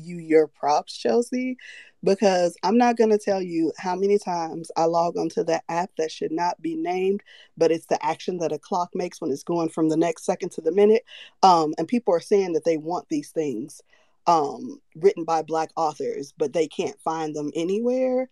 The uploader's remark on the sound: Recorded Twitter Space 09.07.2022